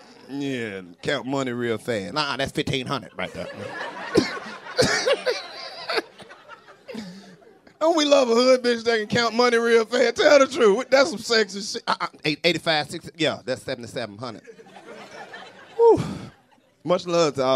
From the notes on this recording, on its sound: In the second live 85 South Show from The D